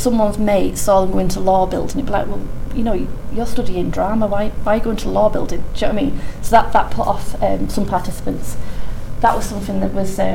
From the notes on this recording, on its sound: The Northern Mental Health Nursing Qualitative Research Forum. The following session was recorded at their second event on Thursday 13 October 2022.